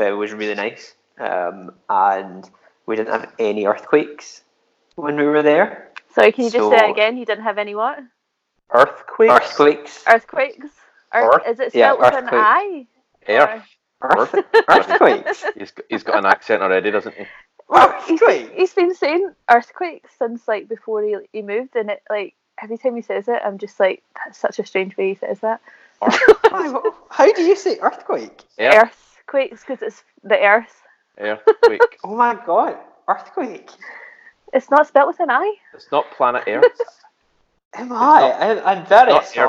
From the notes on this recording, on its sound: Forgive us the audio quality as we attempt to record over the seas for the first time.